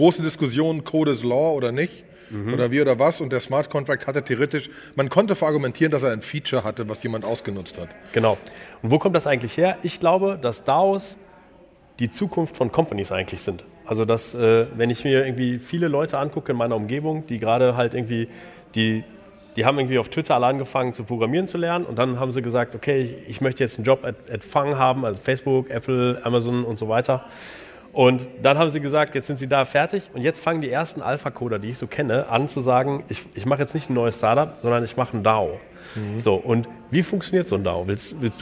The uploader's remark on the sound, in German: Diesmal eine Live Show von dem Digitale Leute Summit in Köln